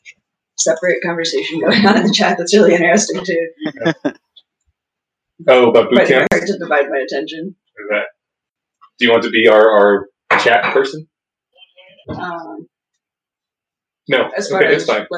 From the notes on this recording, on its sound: This is a recording of the live stream. Due to technical incompetence on our side, we lost the original audio, but managed to recover the episode. Since it’s a 2nd-source recording.